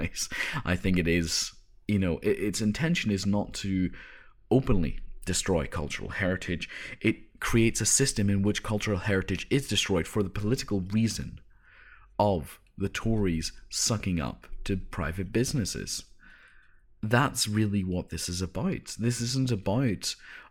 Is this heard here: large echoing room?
no